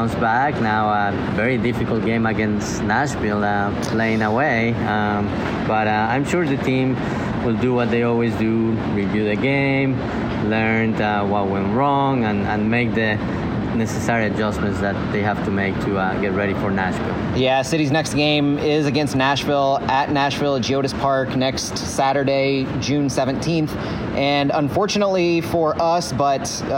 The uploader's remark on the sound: Live at CITYPARK.